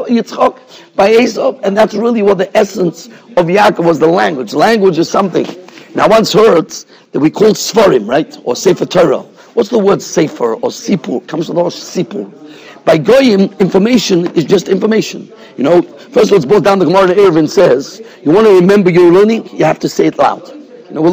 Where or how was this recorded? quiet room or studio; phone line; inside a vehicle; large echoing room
large echoing room